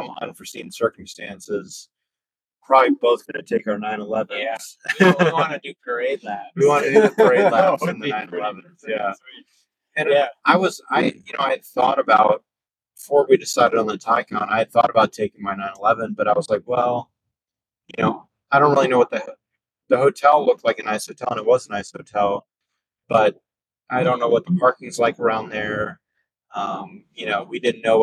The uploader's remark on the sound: Taycan on the way back from the IMSA race at Road America